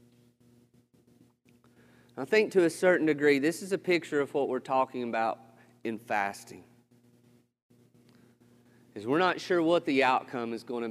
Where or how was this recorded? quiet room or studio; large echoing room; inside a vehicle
large echoing room